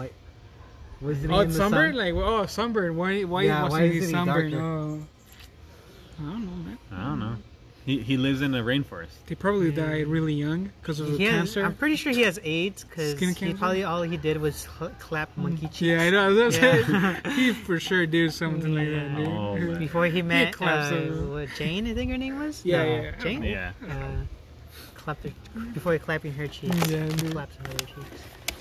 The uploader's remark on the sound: We sit outside and record an episode